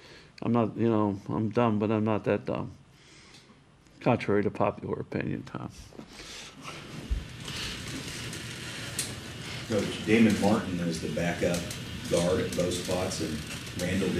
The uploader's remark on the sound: Press Conferences & Post-Game Interviews